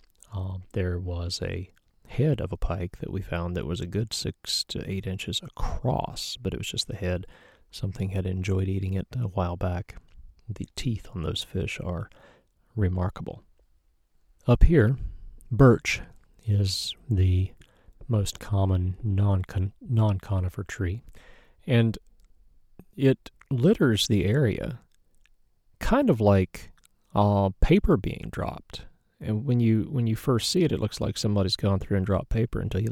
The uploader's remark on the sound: ROR From The Boundary Waters. While there, I pulled out the recorder and described my trip. Here it is, no processing, just a few edits for misspoken words. In the quiet spots, listen for the stillness around me.